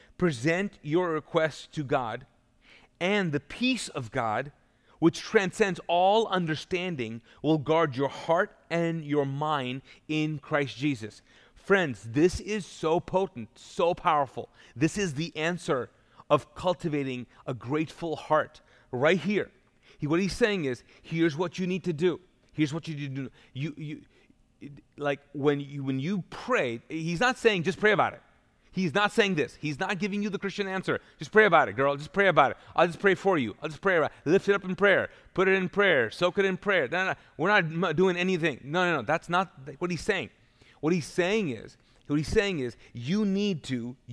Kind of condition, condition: setting, large echoing room